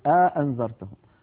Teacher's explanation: بعض العرب كان يدخل بين الهمزتين ألفا فيقول أأنذرتهم، يعني يبعد بينهما بأن يدخل بينهما ألفا فيقول الواحد